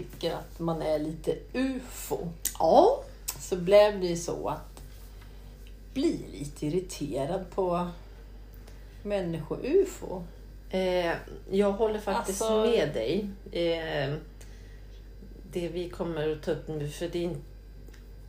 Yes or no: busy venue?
no